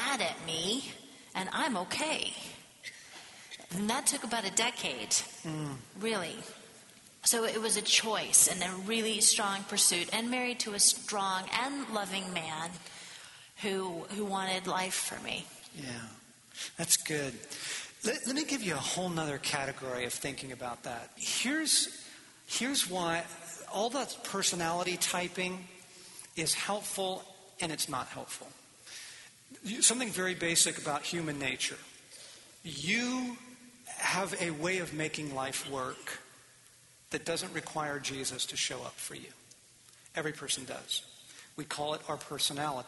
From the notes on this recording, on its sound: Q&A time from the Love & War tour